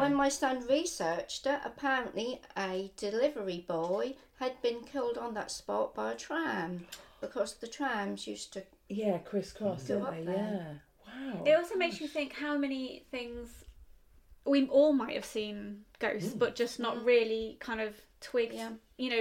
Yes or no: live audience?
no